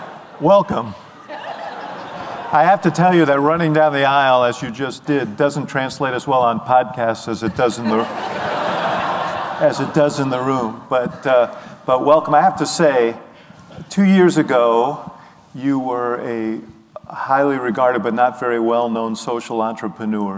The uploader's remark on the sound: a live edition of The Axe Files